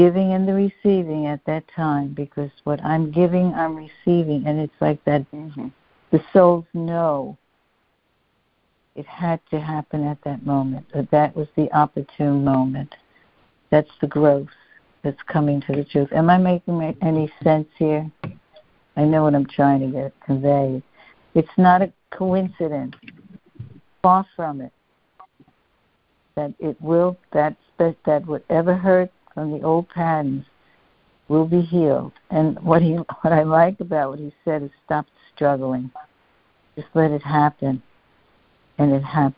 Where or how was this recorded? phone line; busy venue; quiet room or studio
phone line